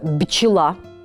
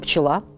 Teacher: Во-первых, редуцированный гласный, вот этот вот самый остаток гласного, который мы слышим в «бчела», он выпал, а «б» оглушилось. Поскольку он стоит перед глухим «ч», то произошел естественный фонетический процесс оглушения. · Shown in: second take